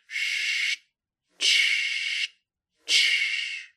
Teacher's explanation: So that's part of the co-articulation of it, that we make the t in closer to the place of the sh · Term: anticipatory co-articulation